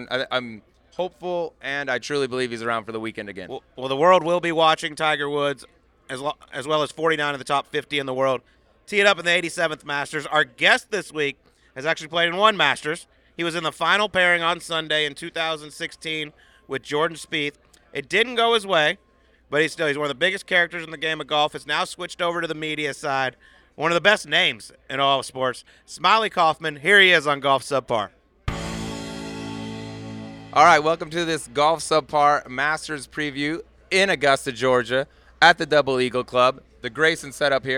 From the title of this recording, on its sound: Subpar Live from Augusta